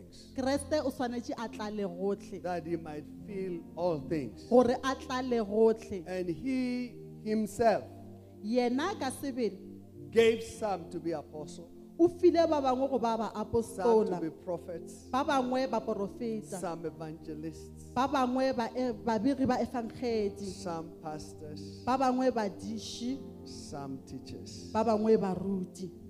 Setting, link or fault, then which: setting, live audience